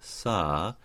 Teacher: I'm first using the tip of my tongue fairly far forward for sa · Term: regular S